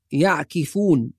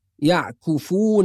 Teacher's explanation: ومن الأخطاء الشائعة في هذه السورة في الآية رقم 138 في كلمة يعكفون، بعض الناس يقرأها بكسر الكاف يعكفون، والصواب أنها في رواية حفص بضم الكاف · Shown in: second take